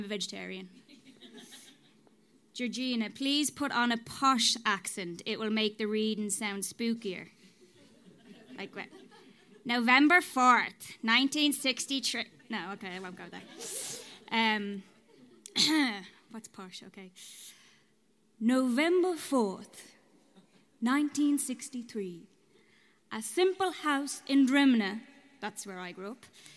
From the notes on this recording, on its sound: This episode was recorded live in front of an audience at SCANRA - a night celebrating the Irish origins of Samhain through the voices and mediums of modern creators - in The Workman’s Cellar. Venue sound engineer.